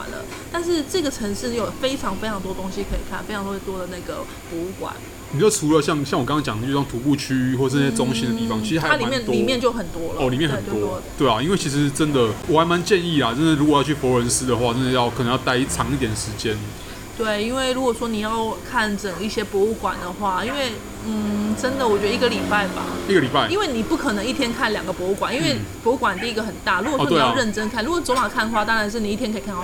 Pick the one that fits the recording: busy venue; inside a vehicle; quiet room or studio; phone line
busy venue